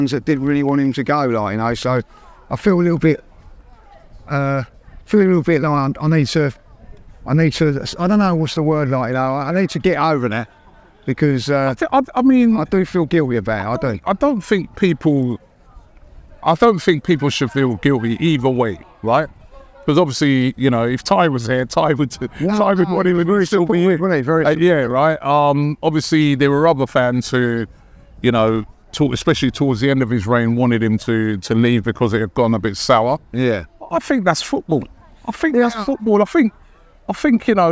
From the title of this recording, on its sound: Special Live From Arsene Wenger Statue Unveiling!